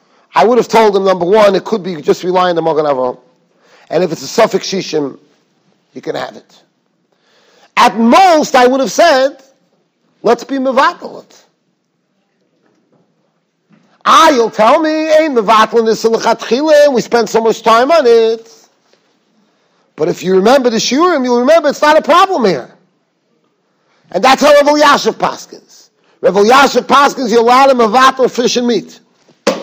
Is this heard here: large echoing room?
yes